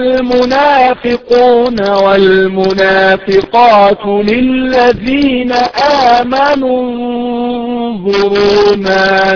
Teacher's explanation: فعلى طول بعد النون المضمومة في كلمة آمنوا الغنة في النون الساكنة المخفية التي في كلمة انظروا